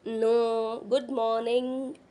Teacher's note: N is एल्वेलार nasal and Anga is Vellar nasal